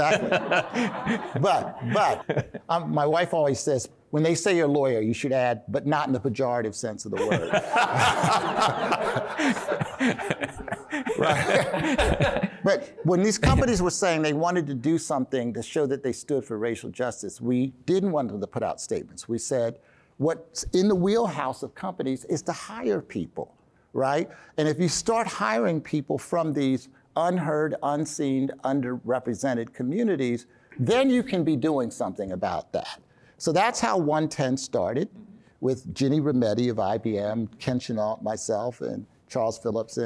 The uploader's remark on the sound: Recorded live in Washington D.C. At a Deloitte Next Generation CEO event.